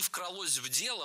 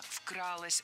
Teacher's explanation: Ударным должен быть первый слог. · Shown in: second take